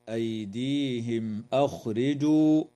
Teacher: وتظهر الميم الساكنة عند الهمزة في قوله تعالى أيديهم أخرجوا